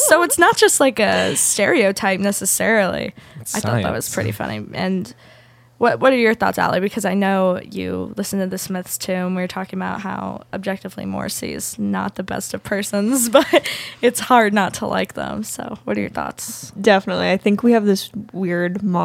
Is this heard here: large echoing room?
no